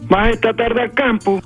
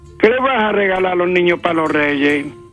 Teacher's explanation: en la localidad gaditana de Ubrique, las frases interrogativas terminan en alto.